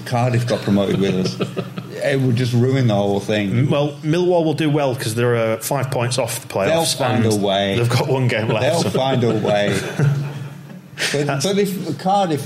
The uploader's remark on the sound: Live Campeoncast! Recorded live at the Brudenell Social Club.